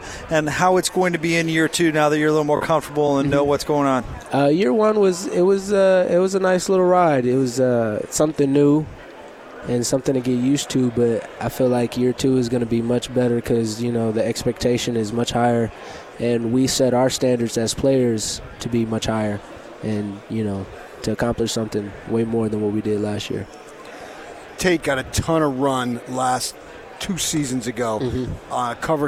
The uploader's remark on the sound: Live from Pac-12 Media Day.